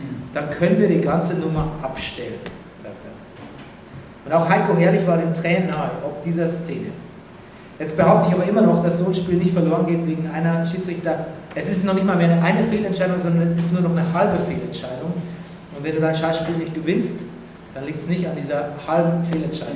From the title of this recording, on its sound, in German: Brennerpass Live aus Neukölln